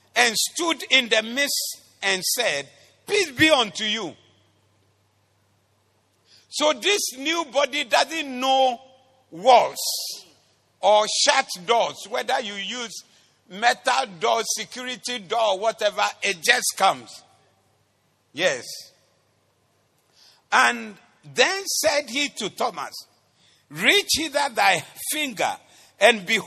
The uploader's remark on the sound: Preached at the Doxa Service.